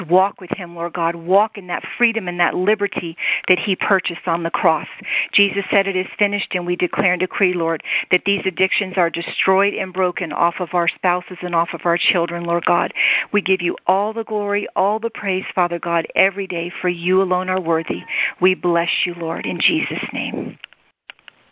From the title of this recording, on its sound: CONFERENCE CALL